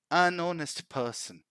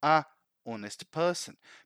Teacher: the letter H is a consonant, but in that context is silent, so the word begins with the vowel sound O · Shown in: first take